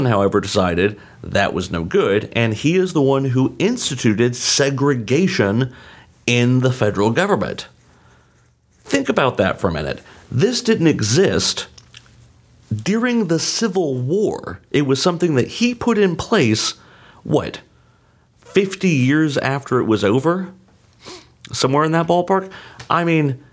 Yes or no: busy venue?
no